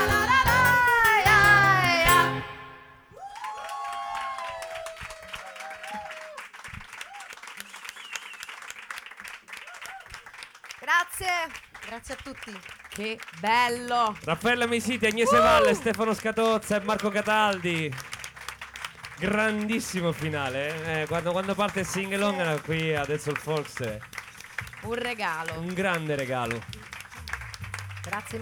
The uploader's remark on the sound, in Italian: LiveFolkRadioShow. Live Streaming - THE ROOST.